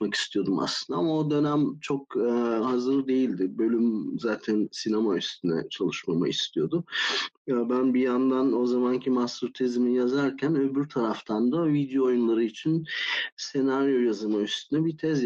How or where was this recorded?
video call